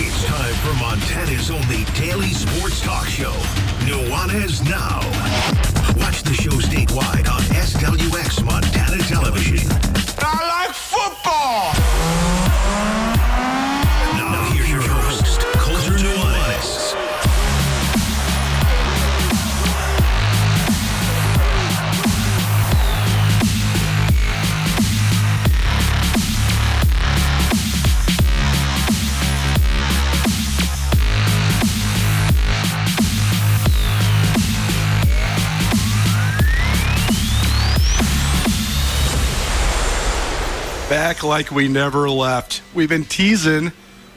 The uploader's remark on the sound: LIVE from downtown Bozeman after Montana State's football media day.